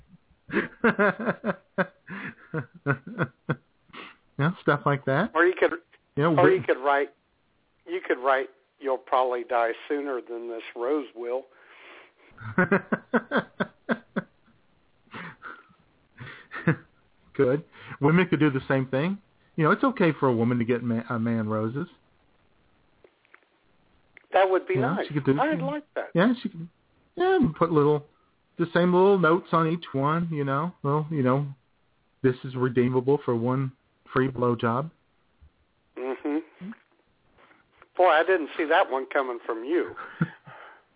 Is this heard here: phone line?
yes